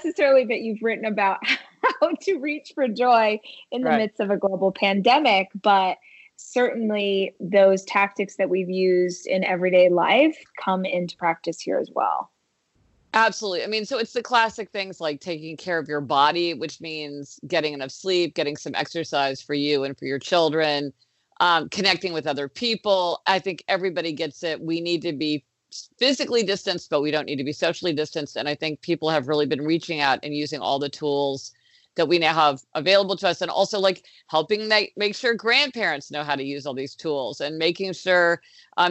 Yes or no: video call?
yes